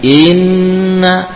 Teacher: Langsung ke nun, kemudian dipanjangkan gunnahnya, bukan memanjangkan hamzahnya. Hamzah satu harokat.